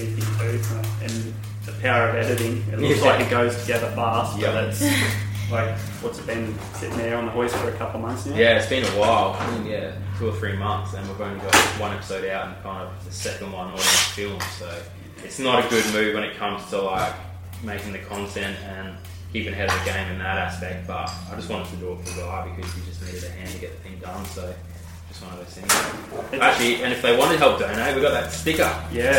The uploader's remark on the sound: SORRY FOR THE AUDIO ISSUES I HAVENT HAD ANY LUCK FIXING IT